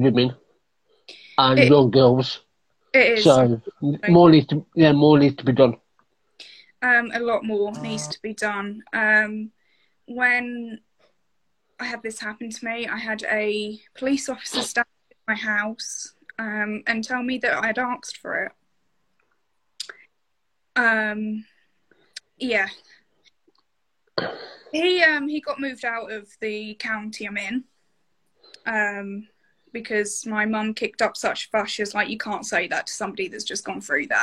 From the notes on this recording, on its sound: in an Instagram Live